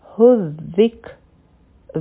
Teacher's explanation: دا به شي حذک ذال او کاف به یو ځای کړو په کاف باندې به همس کوو آواز به ختم شي لیکن سا به جاری وي